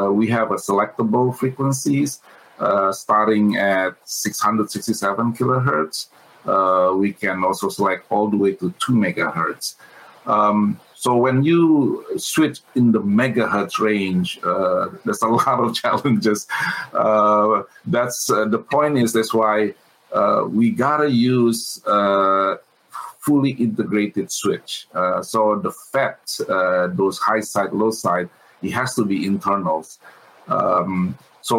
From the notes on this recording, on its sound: During our PowerUP virtual conference, we had an exceptional lineup of speakers and companies.